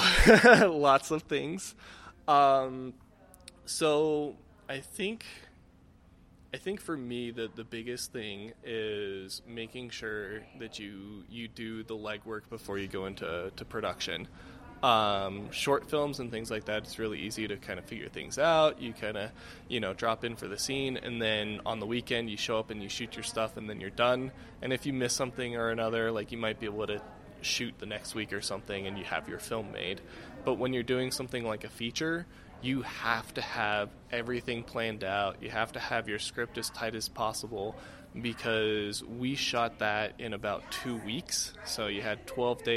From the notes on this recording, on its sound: This scrapisode is clipped from my “on the street” interviews at the 2019 Utah film festival.